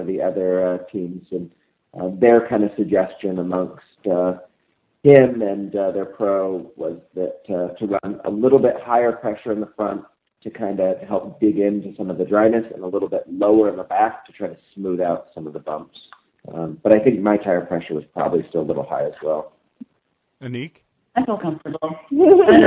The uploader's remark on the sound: Cyclocross Long Beach Post Race Day 1. Phone in after a successful day of racing!